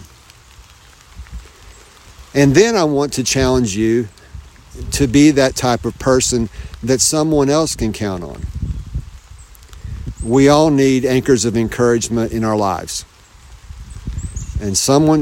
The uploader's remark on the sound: You might be able to tell that I’m outside. It’s a fall day.